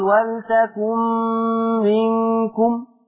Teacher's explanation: في كلمة منكم الغنة بتاعتها ده إخفاء · Term: غنة الإخفاء